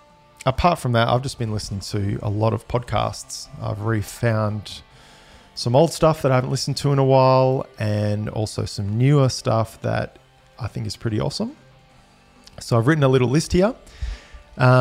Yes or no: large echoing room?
no